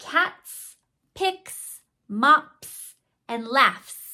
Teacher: The sound before the S was an unvoiced sound, so all of those had the S sound at the end.